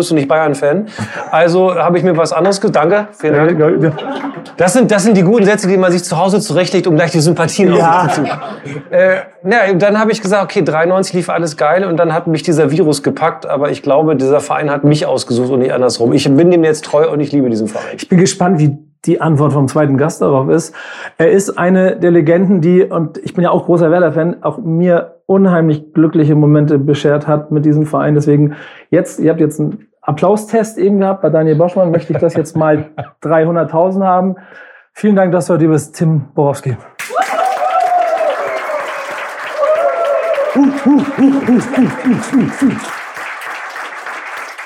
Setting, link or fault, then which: setting, live audience